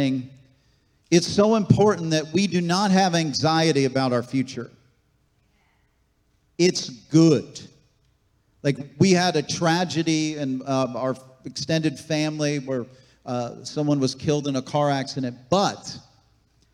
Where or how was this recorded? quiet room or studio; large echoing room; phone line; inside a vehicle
large echoing room